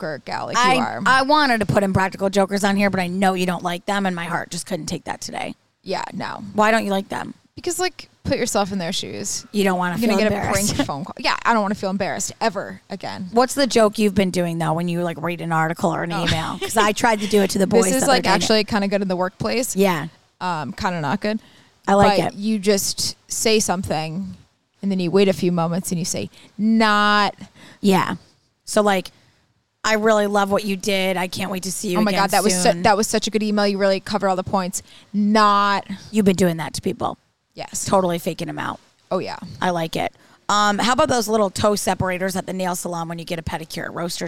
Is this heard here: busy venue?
yes